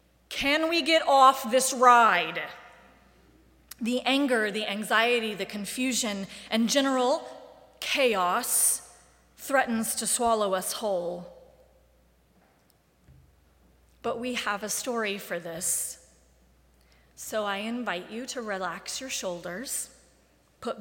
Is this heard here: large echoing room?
yes